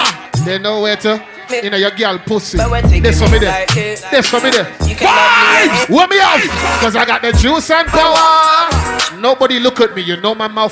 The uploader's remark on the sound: LIVE SET AT #BACKITUP CARGO NIGHT CLUB